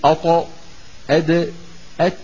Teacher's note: يقرع اللحم الذي نبتت فيه الأسنان العليا، ولا يقرع الصفحة الداخلية من الأسنان العليا. أط أد أت ما أط اللسان لا يلامس الأسنان العليا. · Term: نطعية